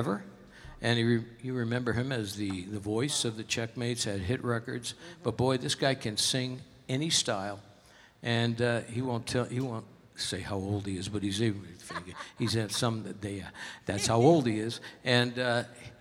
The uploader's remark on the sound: Live at the South Point Casino